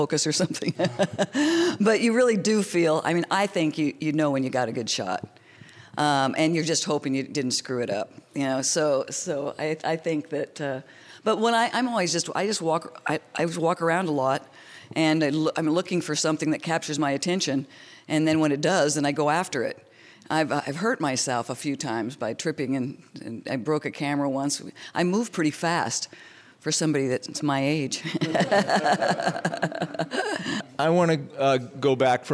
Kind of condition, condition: setting, live audience